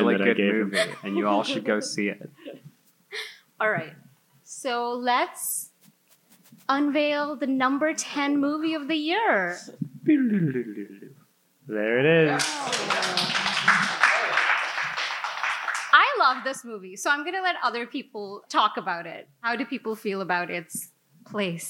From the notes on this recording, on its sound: live at a special Film Comment Talk